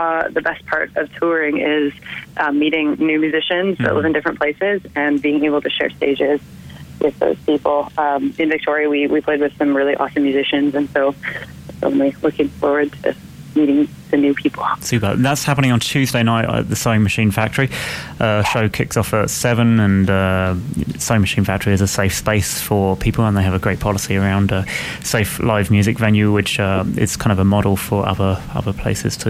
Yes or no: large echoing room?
no